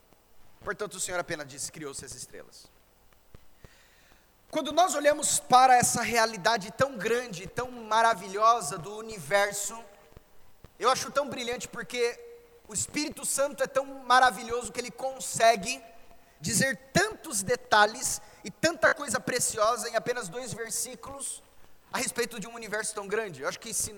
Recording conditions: large echoing room